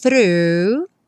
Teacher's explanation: língua lá na pontinha do dente, through, e volta fazendo R